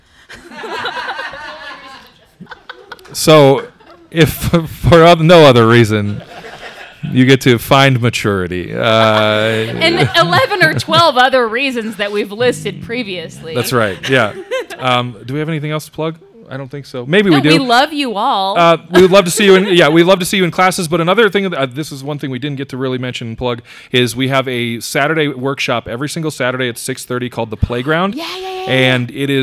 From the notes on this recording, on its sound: This episode of Renoites was recorded in front of a live audience at Black Rabbit Mead Company in Reno, Nevada. In front of a live audience at Black Rabbit Mead in the brewery district of Reno. The live audience got to enjoy several more improv games after the taping.